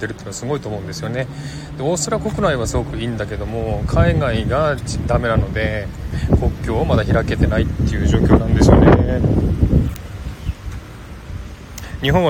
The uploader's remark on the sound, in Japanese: ショッピングセンター買い物中継ライブ。シドニー #オーストラリア。